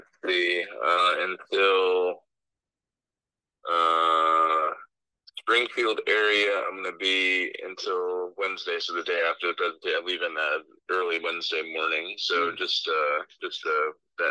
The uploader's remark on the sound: Take a spur of the moment phone call.